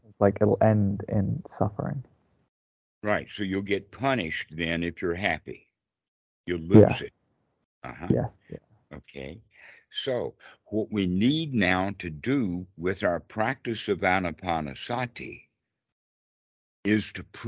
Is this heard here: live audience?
no